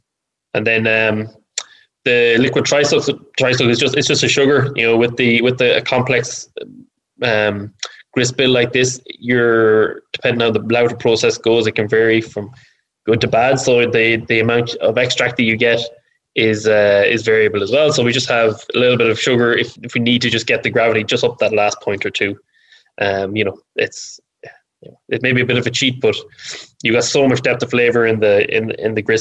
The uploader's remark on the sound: This episode is slightly different to our previous podcast episodes, as it was recorded during a live online event that we hosted previously. We shared the recipe on screen as we chatted through it, so you may hear some references to that.